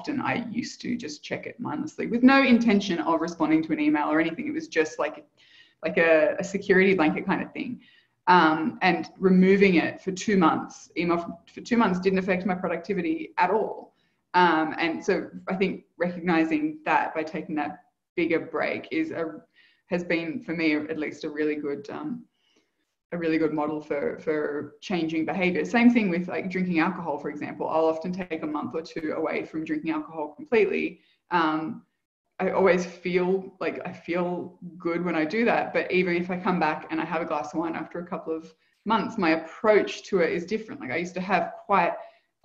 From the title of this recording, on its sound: Live Community Call